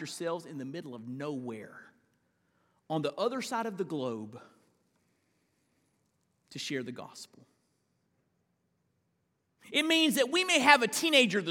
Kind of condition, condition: setting, large echoing room